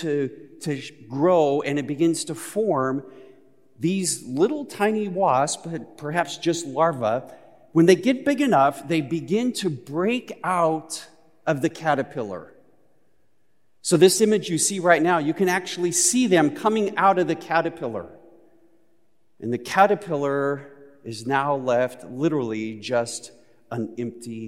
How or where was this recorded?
large echoing room